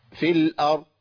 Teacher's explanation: الهمزة مرققة في الأ، الراء ساكنة، أر ساكنة ما تهزش، ما أقولش أرى. · Term: إسكان الراء